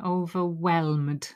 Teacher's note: So pronunciation, overwhelmed, stress on the whelmed